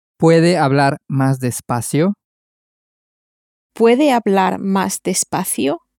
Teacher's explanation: Using a rising intonation, turn it into a question and say, can you speak more slowly?